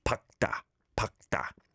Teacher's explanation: the official rule is the double final consonant, 리을 기억, before a consonant other than 기억, simplifies to just 기억, which tensifies the following digit into a double digit sound, 밝다, 밝다.